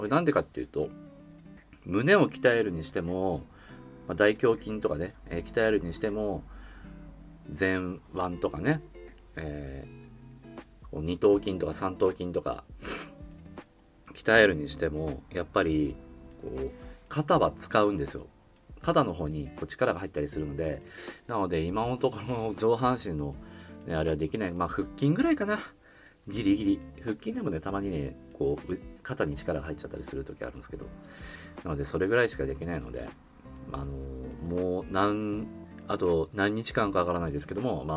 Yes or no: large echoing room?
no